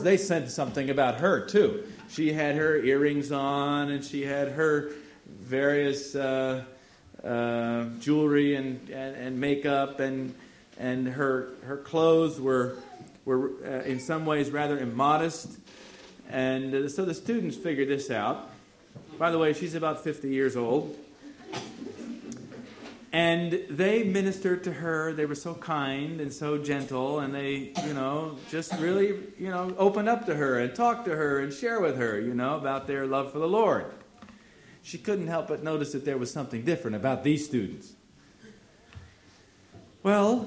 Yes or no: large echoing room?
yes